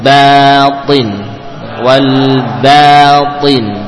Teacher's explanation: Diusahakan tidak tebal. Ba dan alifnya tipis.